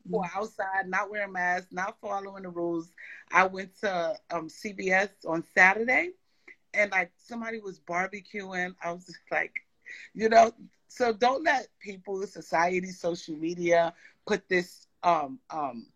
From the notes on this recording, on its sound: On an IG Live